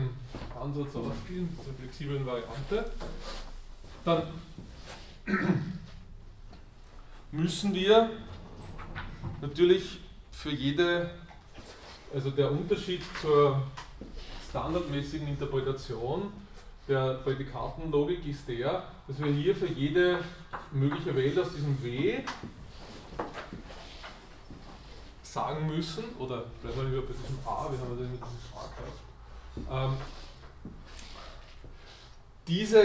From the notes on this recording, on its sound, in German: Diese Vorlesung wurde von Studierenden aufgenommen